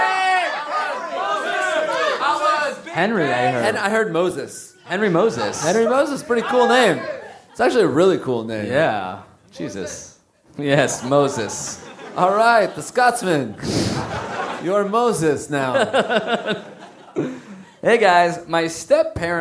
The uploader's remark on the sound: Live from Manchester! Recorded at The Lowry in Manchester, UK!